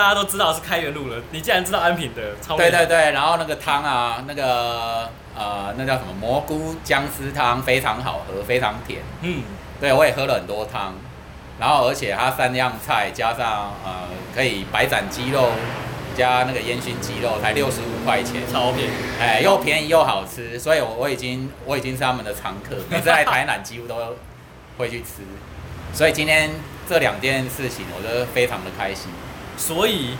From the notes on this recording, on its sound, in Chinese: 錄音地點：Te en Té 山露露品茶。錄音設備：Samsung S8。